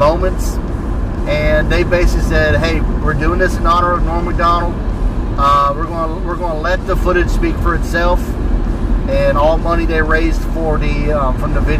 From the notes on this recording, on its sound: Road to Charlotte. Joins the car ride to Charlotte and we turn on the voice recorder and see what happens.